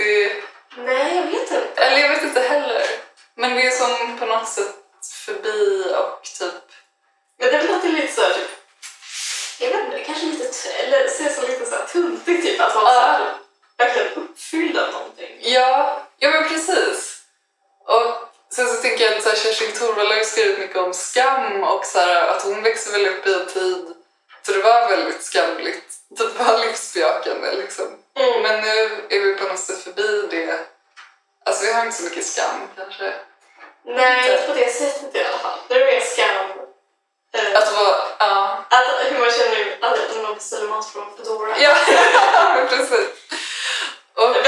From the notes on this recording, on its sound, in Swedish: JA DET ÄR HEMSKT LJUD I DET HÄR AVSNITTET